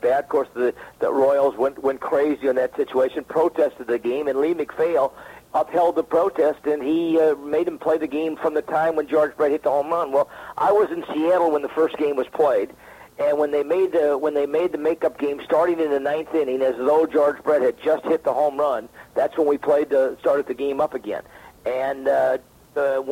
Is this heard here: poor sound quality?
no